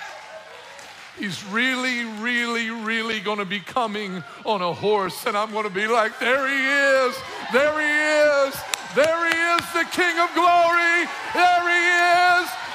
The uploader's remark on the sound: From The Roads Church in North City, Illinois, delivers a passionate sermon at the "Empty Conference."